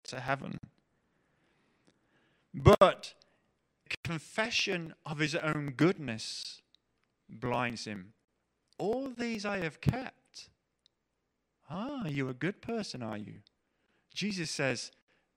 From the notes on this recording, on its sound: Preached at The LCC Sunday Service.